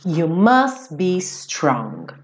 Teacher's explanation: o T do must sumiu